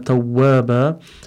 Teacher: because we're not continuing, we're stopping, there will be the pronunciation of the alif. · Term: mad iwad